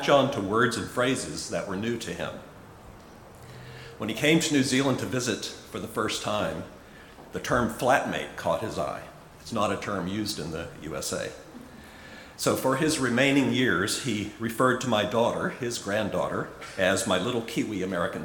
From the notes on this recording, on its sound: Recorded at Auckland Unitarian Church 27 August 2023